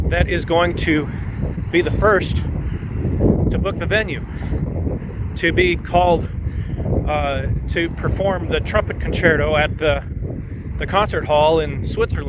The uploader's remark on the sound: I recorded it while walking along the beach near where I live on the oceanfront of Virginia Beach, VA. I thought since it wasn't that windy, maybe it would be okay. I think it was until I turned around, and the wind was coming right at me. It may be a bit difficult to listen.